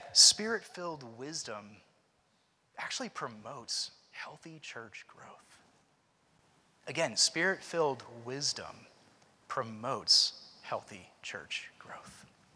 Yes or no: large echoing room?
yes